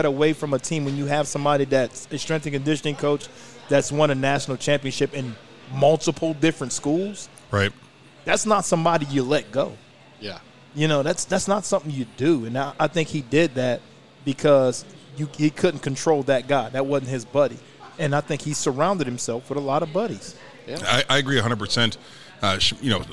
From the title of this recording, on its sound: LIVE from Brent's Cajun Seafood